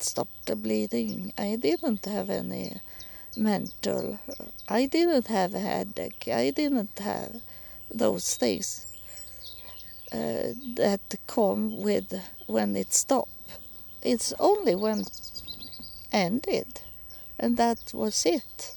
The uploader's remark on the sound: Recording in the park